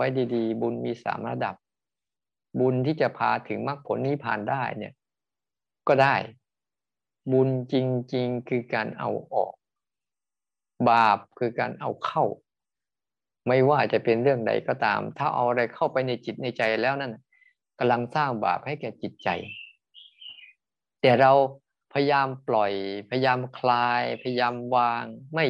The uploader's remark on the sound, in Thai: คอร์สออนไลน์ (ผ่านโปรแกรม Zoom)